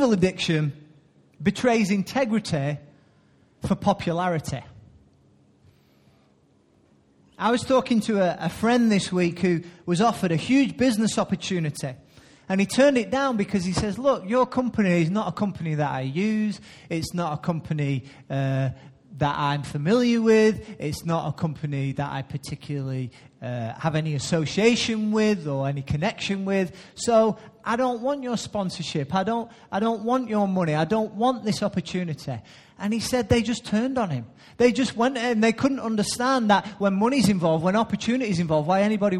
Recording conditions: large echoing room